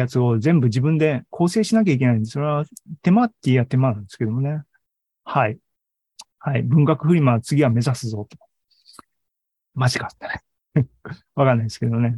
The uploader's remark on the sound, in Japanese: ２０２２年１０月２６日に開催した ZOOMライブの模様です